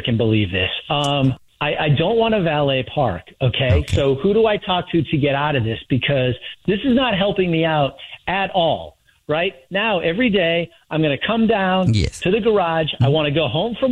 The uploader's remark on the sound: phone prank style